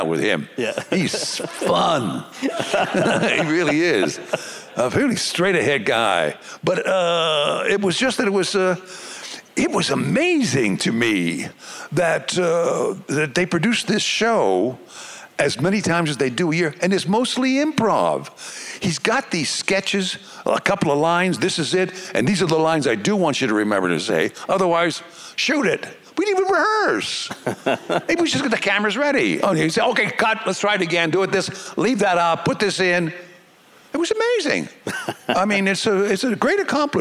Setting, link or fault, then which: setting, live audience